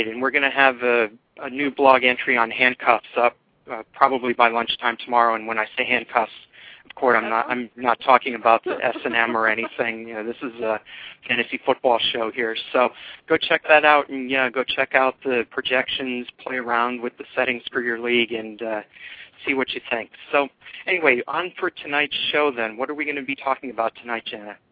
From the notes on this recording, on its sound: fan interaction via phone